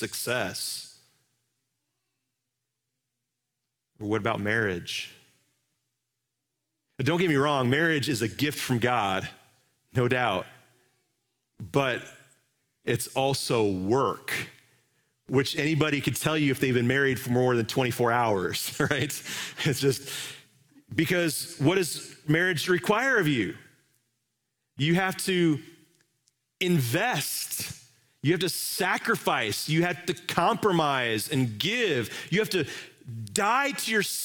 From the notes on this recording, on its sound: Live from our Celebration Ministry Center